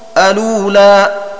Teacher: بهمزة الوصل وبعدها لام مضمومة وبعد اللام واو ساكنة